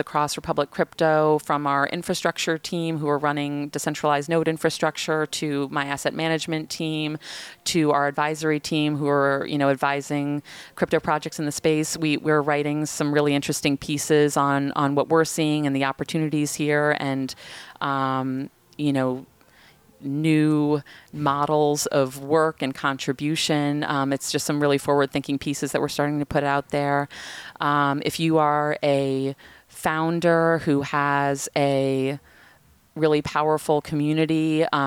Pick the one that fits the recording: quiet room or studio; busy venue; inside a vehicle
busy venue